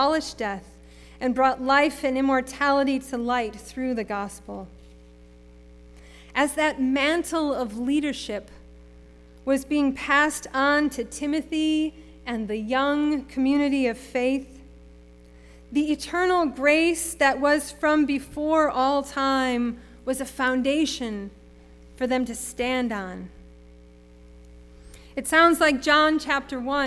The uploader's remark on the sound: Sermon preached at RCHP on April 3, 2022.